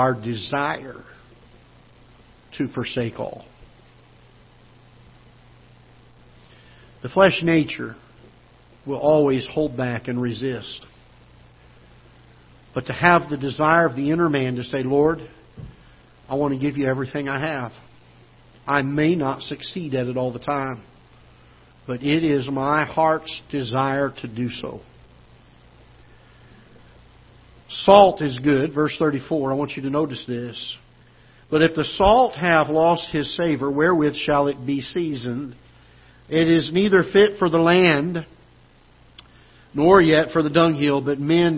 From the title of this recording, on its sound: Ketha Heights Baptist Church ~ Live Broadcast